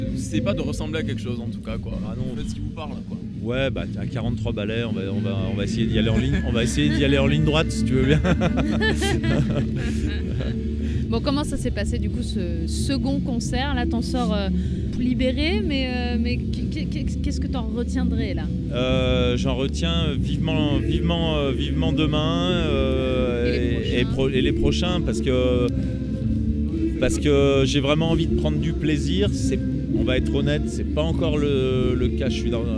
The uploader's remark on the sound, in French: lors du 4 ème Festival des Jours de Fêtes !